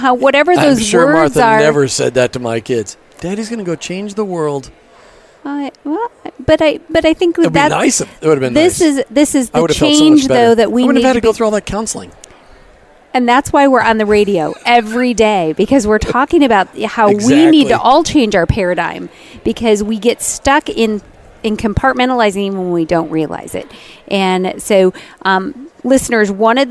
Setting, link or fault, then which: setting, busy venue